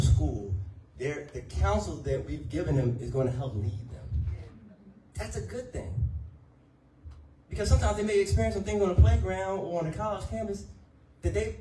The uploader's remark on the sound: Sermon audio